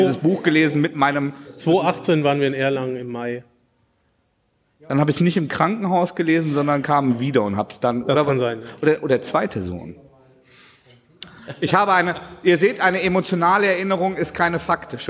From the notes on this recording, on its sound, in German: unsere erste Live-Folge